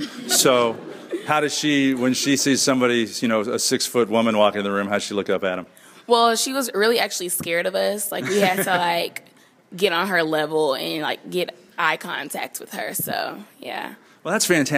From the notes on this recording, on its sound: This show starts with a live studio audience at the University of Texas at Tyler